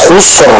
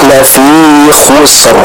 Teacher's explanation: kita tetap membaca huruf sinnya dengan tipis dan juga huruf ra-nya kita baca dengan tebal · Shown in: second take